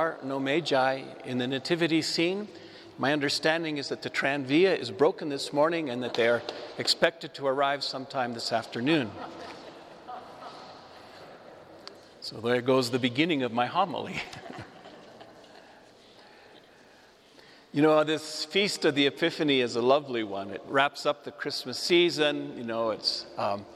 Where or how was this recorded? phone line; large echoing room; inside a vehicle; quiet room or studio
large echoing room